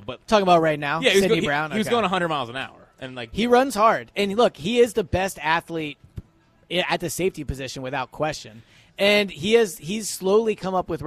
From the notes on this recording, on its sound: Eagles Open Practice Live Reaction. Live at Lincoln Financial Field, reacting to the Eagles only open practice of the season.